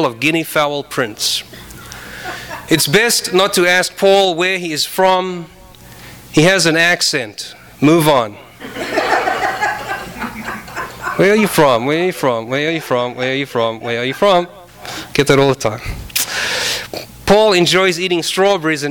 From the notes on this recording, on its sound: Kick off their Three Horsemen of the Apostrophe tour with an event at Skylight Books! THIS EVENT WAS RECORDED LIVE AT SKYLIGHT BOOKS SEPTEMBER 14, 2011.